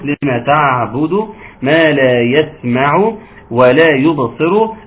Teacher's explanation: اوعى تقطع الصوت في العين وخلي فيها توسط